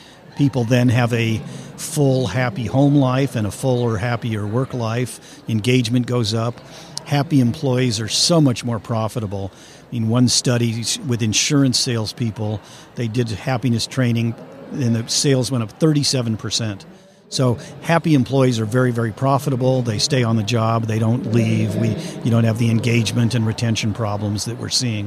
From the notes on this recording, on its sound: LIVE at the Business RadioX® remote at SOAHR 2023